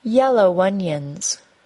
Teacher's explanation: Yellow onions was linked with a W sound.